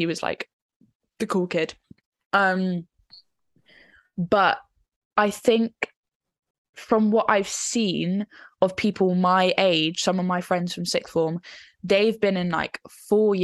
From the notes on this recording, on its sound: our first zoom podcast